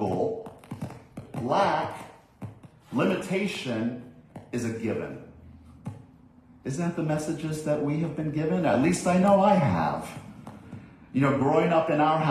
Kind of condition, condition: setting, large echoing room